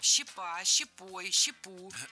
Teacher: Щепу – это неверно. Опять же, в единственном числе ударяем только окончание